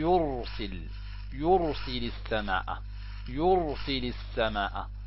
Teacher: أو يكون قبلها ضم وهي ساكنة، كقوله تعالى يرسل، يرسل السماء، يرسل السماء، إذن هذه الراء ما بها؟ ساكنة، قبلها حرف ما به؟ ضم، مضموم، الياء، فإذا تكون هذه الراء ما بها؟ مفخمة.